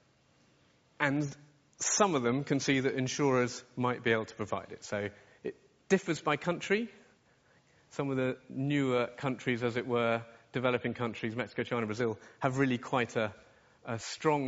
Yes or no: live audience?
yes